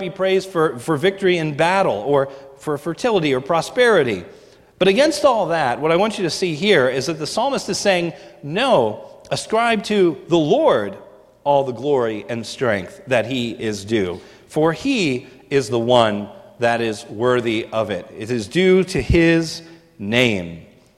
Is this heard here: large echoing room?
yes